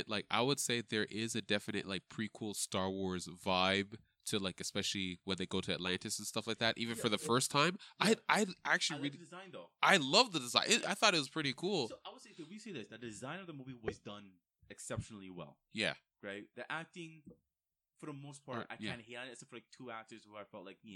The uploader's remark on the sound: Apologies, there were some volume difficulties with is recording. Completely listenable, just need to turn up the volume.